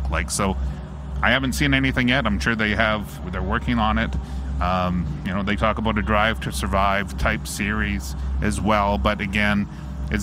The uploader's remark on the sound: LIVE from inside Rogers Place in Edmonton, Alberta. Site of the 2022 World Junior (2.0) championships!